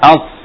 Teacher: A-nya tipis hamzanya. Tapi kemudian ketika masuk huruf sad menjadi tebal.